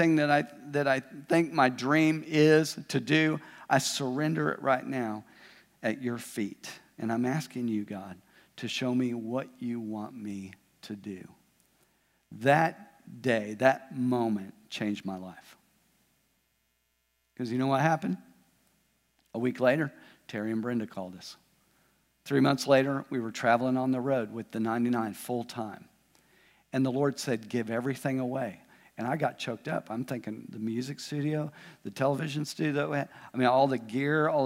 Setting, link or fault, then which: setting, large echoing room